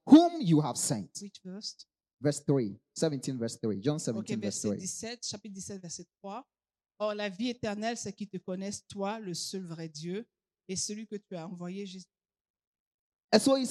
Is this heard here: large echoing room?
yes